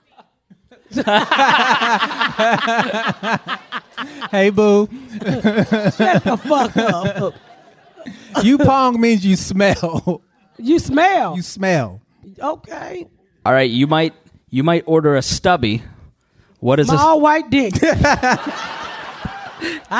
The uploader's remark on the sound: Live at Sketchfest. We are live in San Francisco at Sketchfest!